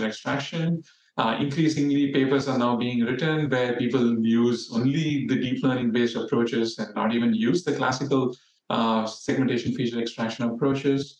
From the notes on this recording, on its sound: The webinar was recorded on Friday, January 12, 2024